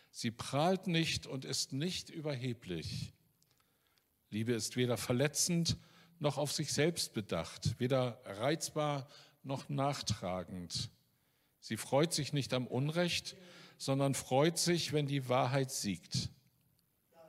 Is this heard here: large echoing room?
yes